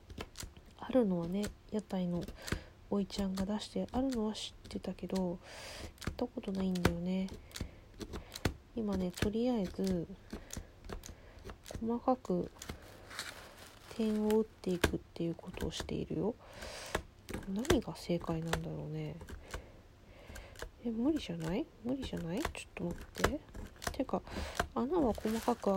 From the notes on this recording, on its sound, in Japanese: 作業し乍らの為、雑音多目です。